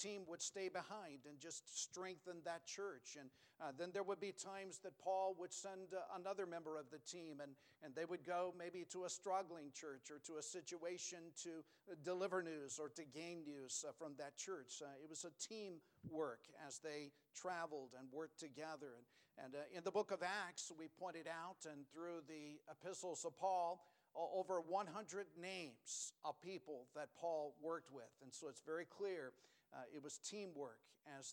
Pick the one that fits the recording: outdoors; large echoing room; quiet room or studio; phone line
large echoing room